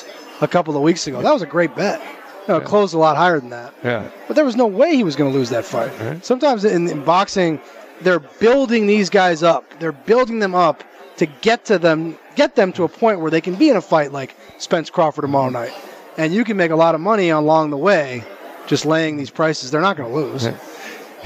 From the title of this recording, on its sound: Live from the Super Book at the Westgate Las Vegas